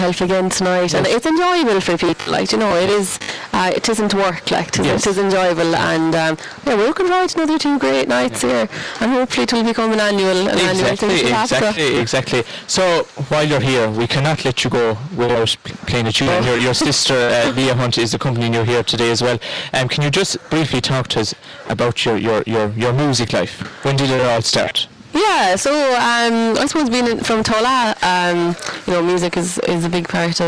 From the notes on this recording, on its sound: As recorded live 29th July 2023 and broadcast from the Stand at Tulla GAA pitch as part of Tulla Music Festival.